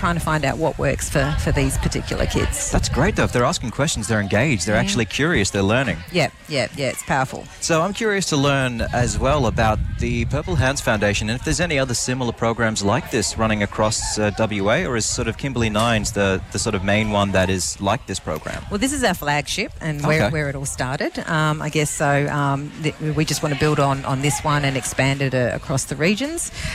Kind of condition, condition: setting, outdoors